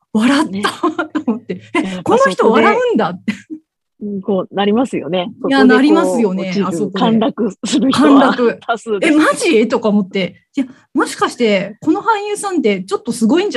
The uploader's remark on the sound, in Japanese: zoom座談会で語りました！